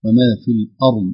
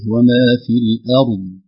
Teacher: ترقيق الهمزة وتبيينها من الراء بعدها، والراء بعدها مفخمة · Shown in: second take